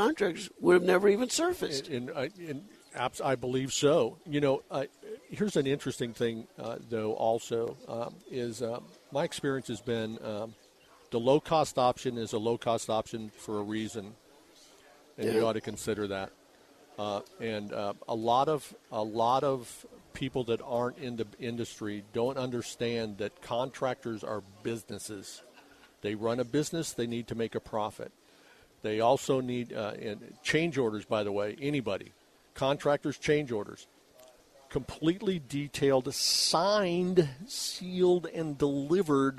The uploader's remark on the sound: on location from The 2023 Tucson Book Festival